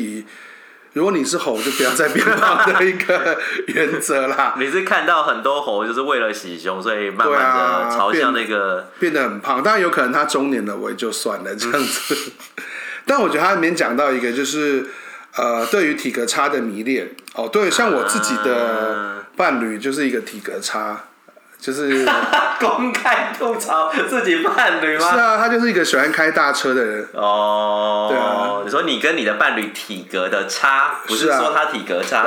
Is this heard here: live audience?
no